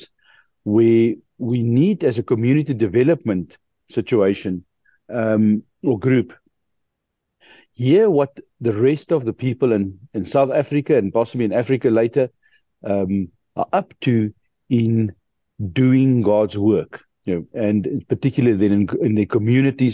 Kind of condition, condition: link, video call